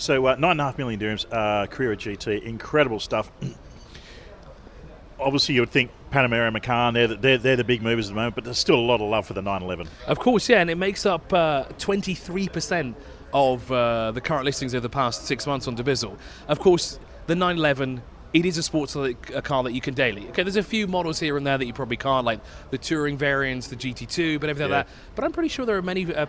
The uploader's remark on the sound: Motor Mania live from Icons of Porsche!